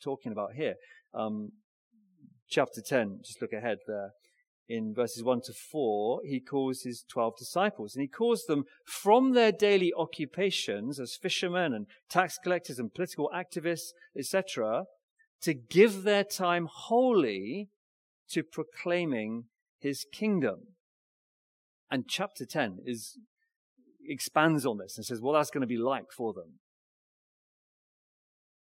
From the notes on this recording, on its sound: Recorded Live stream Sermon from Binscombe Church (BWS) 3rd March 2024